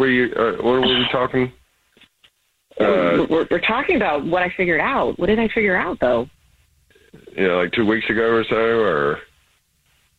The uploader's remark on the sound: On the phone.